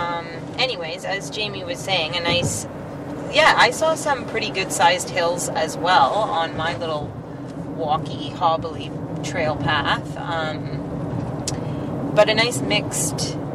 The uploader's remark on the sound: Actual ride around East Duffins Headwaters and Norton Tract also known as Walker Woods.